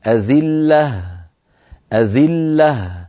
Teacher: الملأ أفتوني أذلة، أيضا لما وقفت عليه قلت أذلة، اسمعني أذلة، ما الحرف الأخير ما نعرف إيش هو، ذا المفتوحة إيش القصة، قصدي لا مفتوحة مشددة أذلة ما نعرف، فانتبه إلى بيان الهاء وقفا